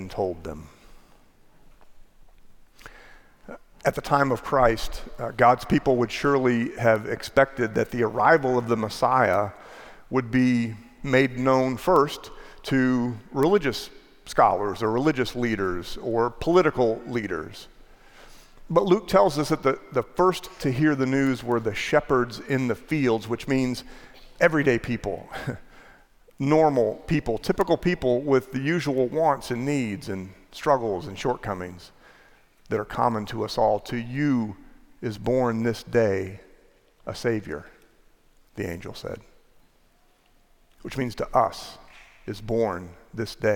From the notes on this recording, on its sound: Preached in our 6 PM traditional candlelight service. 3101 Coit Road – Plano, TX.